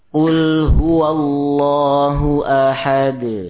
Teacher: Baik, seperti kul, yakni lam fi'il di situ, bertemu dengan ha, maka tidak diidghamkan kepada ha, namun dibaca dengan idhar